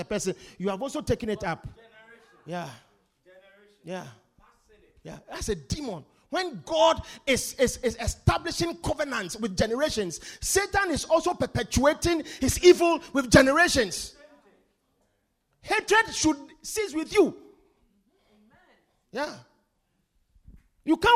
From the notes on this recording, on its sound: Preached at The Supernatural Encounter Service.